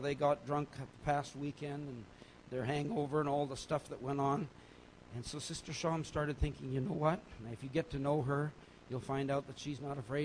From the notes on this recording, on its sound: message from Foundation Conference Friday evening 3 June